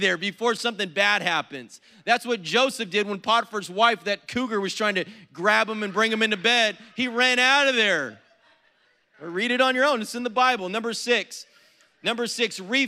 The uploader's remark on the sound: was preached on April 10th at the 10AM service